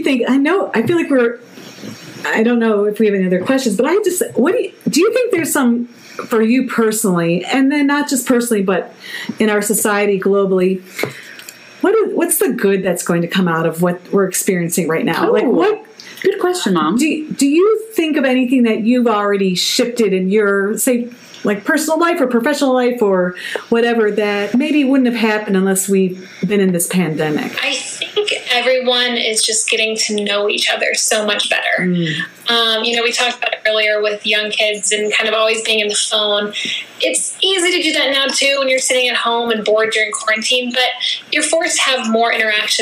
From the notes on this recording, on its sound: via ZOOM